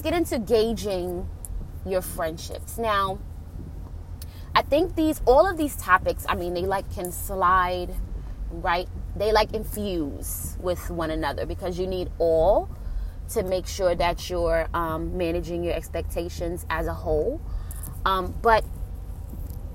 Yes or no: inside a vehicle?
yes